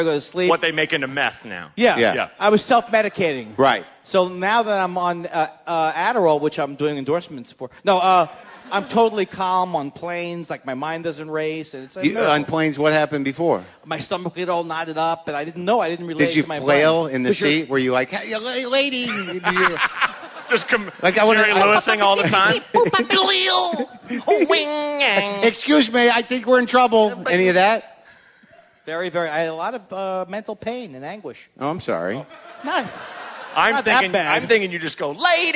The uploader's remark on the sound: Live from Vancouver